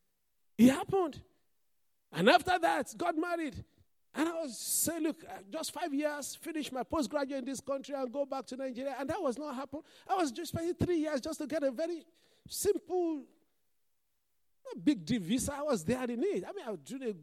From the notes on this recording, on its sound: This Sunday Service message preached. Fountain of Love, RCCG Aberdeen, UK.